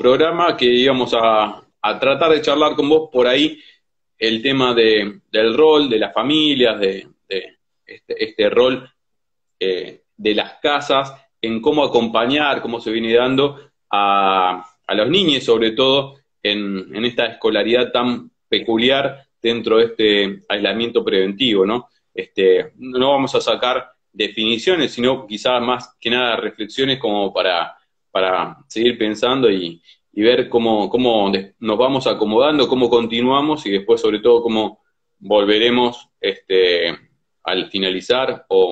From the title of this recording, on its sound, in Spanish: Entrevistas de cuarentena por Instagram Live